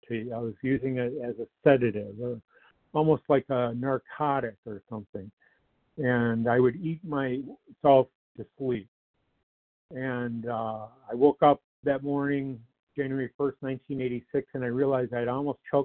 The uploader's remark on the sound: 100 Pounders Phone Meeting